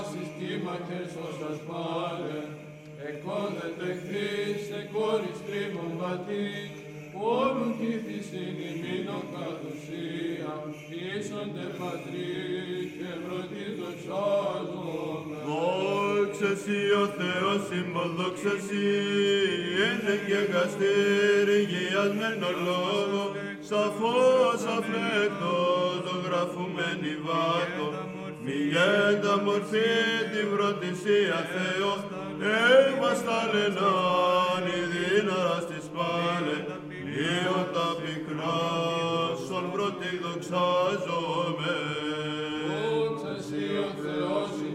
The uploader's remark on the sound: Recordings from the Christmas Vigil at the Holy and Great Monastery of Vatopaidi